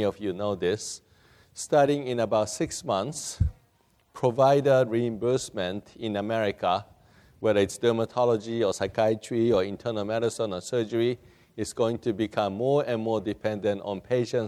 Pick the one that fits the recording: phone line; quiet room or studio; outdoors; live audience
live audience